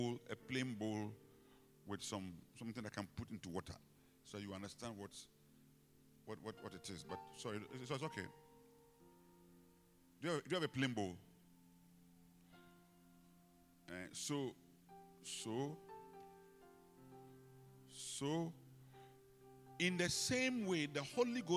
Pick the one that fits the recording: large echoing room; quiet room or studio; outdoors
large echoing room